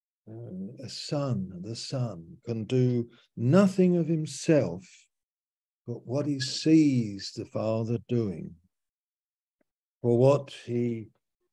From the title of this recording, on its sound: Malaysia Meets (Zoom)